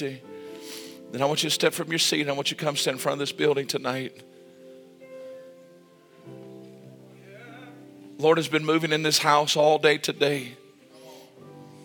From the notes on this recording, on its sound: This message was recorded LIVE Sunday Evening April 16, 2023